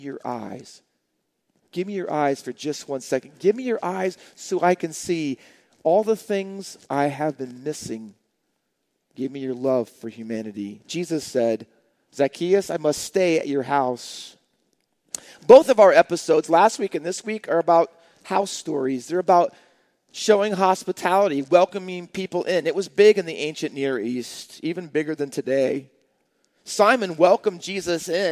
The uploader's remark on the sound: Faith Baptist Church in Hamilton, NJ.